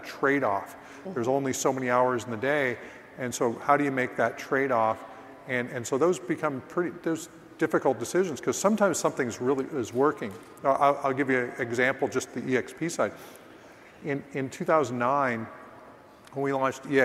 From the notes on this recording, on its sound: live from EXPCON 2022